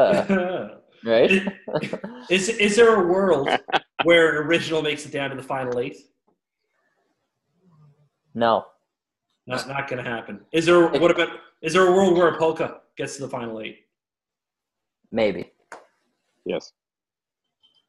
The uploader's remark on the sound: jump on an impromptu zoom call